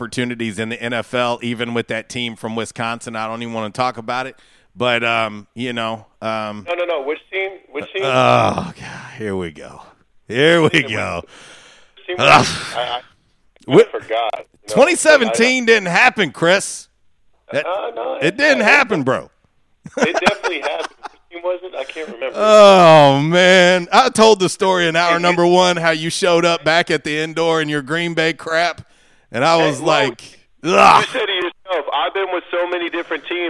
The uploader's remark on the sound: Radio Interview. LIVE on the Back In Action Hotline.